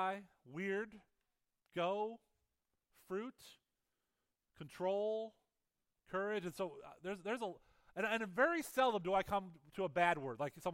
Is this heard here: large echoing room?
yes